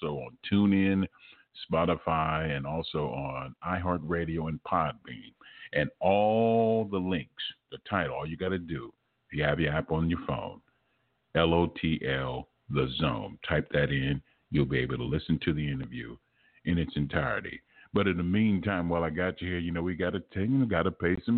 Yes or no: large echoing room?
no